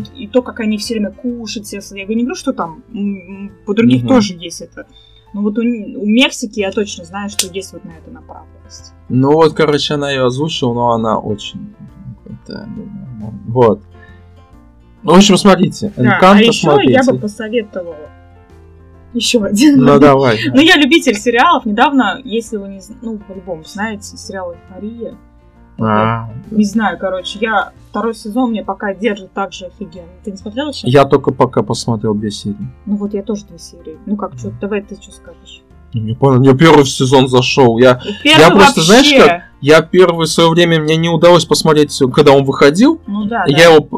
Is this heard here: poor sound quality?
yes